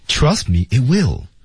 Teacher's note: trust me 重点在 trust，而他读的是 trustme，trustme，嗯，这个重音就不对了